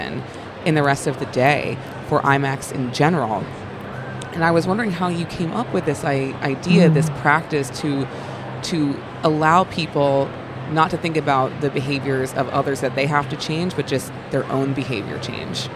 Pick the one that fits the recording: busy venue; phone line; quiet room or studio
busy venue